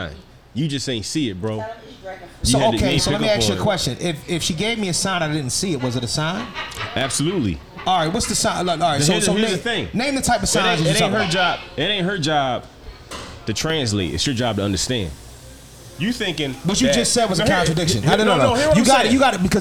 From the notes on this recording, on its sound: Live From Krush Lounge in Philadelphia Pa 3/28/23!